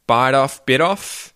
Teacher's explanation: we turn T's, the T, T, T sound, into more of a D sound by flapping, by hitting our tongue against the roof of our mouth · Term: T flap